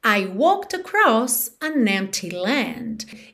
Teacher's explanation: esconde totalmente o E, já vai do K pro D